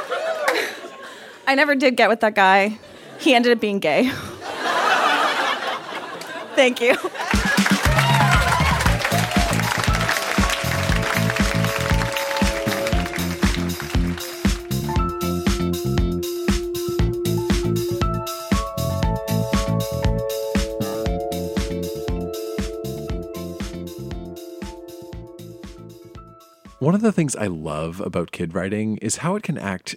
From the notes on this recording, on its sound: Recorded live at Yuk Yuk’s in Ottawa.